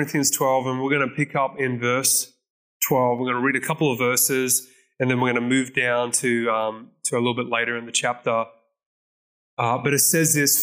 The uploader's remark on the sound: This message was recorded at Zion Church Gold Coast on Sunday 18th September 2022.